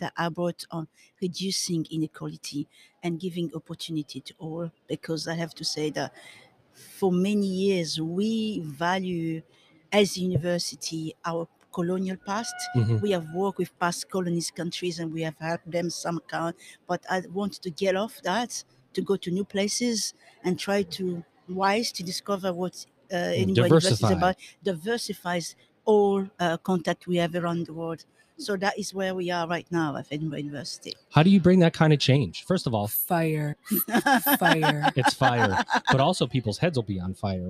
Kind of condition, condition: setting, busy venue